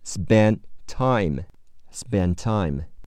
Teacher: 失去爆破，不读出来